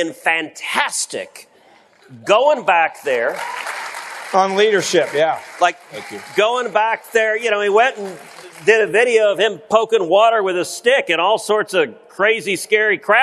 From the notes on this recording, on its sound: Live at CPAC.